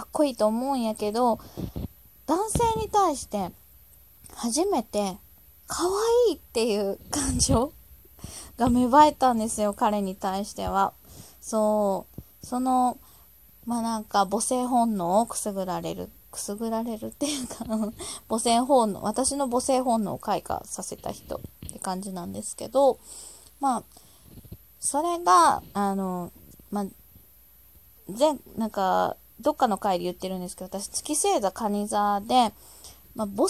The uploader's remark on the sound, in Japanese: ひとり語り。雑音あり。音量注意。